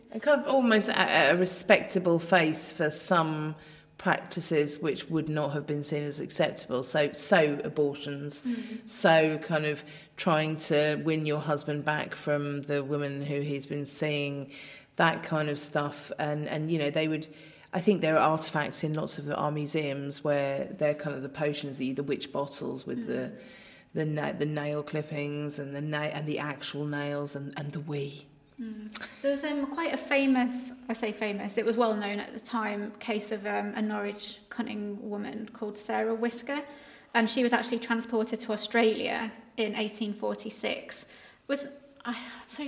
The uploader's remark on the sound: This week the team are recording from the crypt at the Assembly House